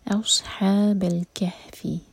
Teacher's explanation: اس کو سین نہیں پڑھنا، صوت کو ہیوی کر کے پڑھیں گے. اصحاب الکہف، دیکھیے جو ورڈ ہے نا الکہف، تو ہم جیسے کہتے ہیں سورہ کہف، یہ ورڈ کہف نہیں ہے، ہا پر ہے سکون، کہف.